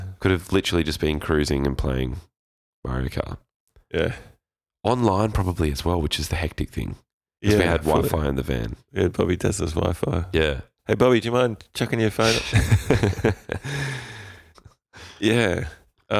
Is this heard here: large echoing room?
no